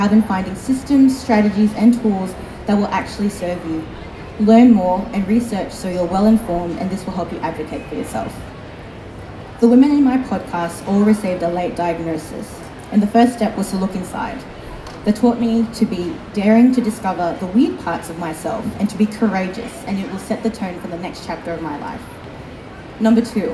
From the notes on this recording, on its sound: At the Sydney Disability Expo. Apologies for the background noise. Presented and recorded live.